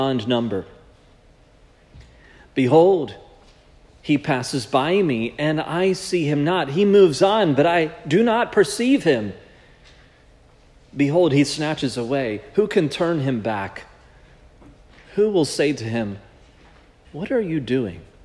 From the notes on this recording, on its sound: This sermon was preached at Providence Church on January 14, 2024